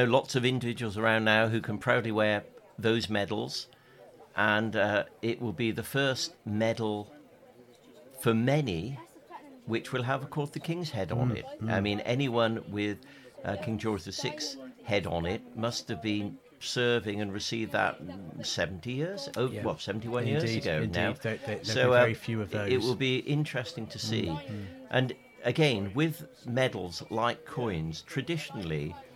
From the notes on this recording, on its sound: Join the podcast team on Castle Green in Hereford for an episode recorded at the Cadet Coronation Review for Herefordshire. Hear the sounds of a Hawker Hurricane from the Battle of Britain Memorial Flight and over two hundred sea, army and air cadets from across the county on parade.